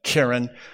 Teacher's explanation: And it's called a segalit noun. Segalit nouns have the stress on the first syllable, so you would pronounce it keren.